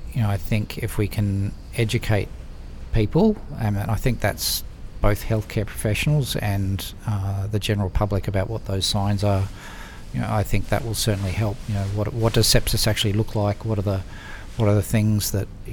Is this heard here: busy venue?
yes